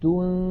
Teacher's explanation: ننتقل من التاء إلى مخرج الذال ولكن لا ننطق ذالا بل ننطق من الأنف غنة تنذي، فإذا انتهى زمن تلك الغنة نطقنا ذالا مكسورة مجردة عن الغنة. · Term: إخفاء النون الساكنة